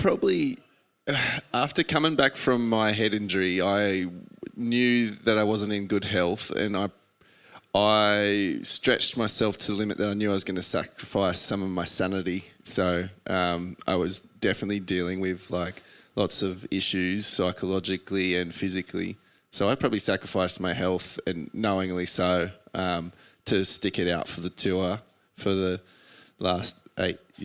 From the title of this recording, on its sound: Retirement Party LIVE from Torquay